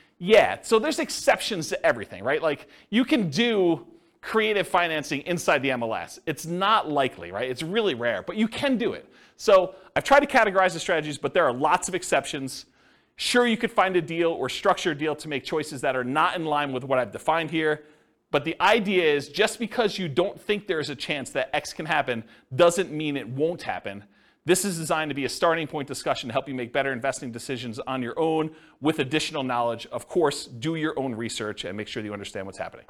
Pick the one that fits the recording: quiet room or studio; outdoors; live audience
live audience